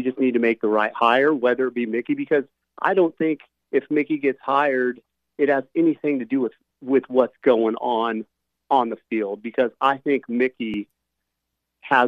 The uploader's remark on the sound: Bring on the phone calls.